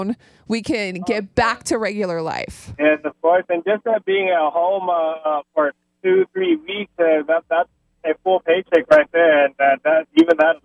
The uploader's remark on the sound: Gets him on the phone. Keeping his daughter entertained at home amidst the COVID-19 pandemic.